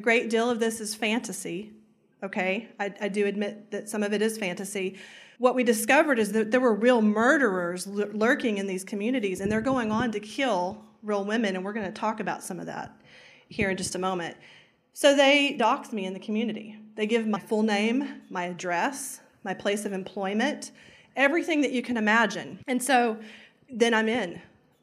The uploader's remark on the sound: CrimeCon UK Live Session